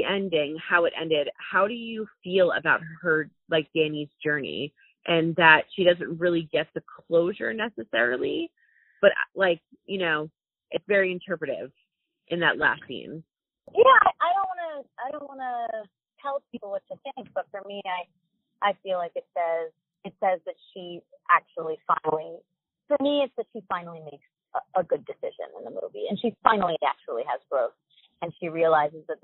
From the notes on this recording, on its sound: Spoke exclusively to us via phone. This interview was done via phone, so the audio is not our typical quality.